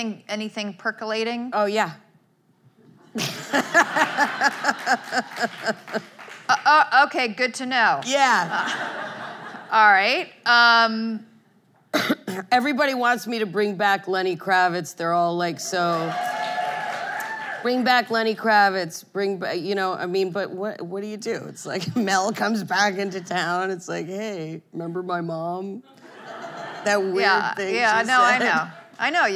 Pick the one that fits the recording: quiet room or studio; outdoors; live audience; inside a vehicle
live audience